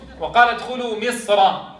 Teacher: طيب إذا وقفنا بسكون المحض ففيها التفخيم قولا واحدا. طيب كلمة مصر وقال ادخلوا مصر، إن وصلنا تفخم قولا واحدا. طيب وإن وقفنا جاز فيها الوجهان.